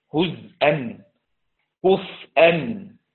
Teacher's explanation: وقرأ حمزة بسكون الزاي والفاء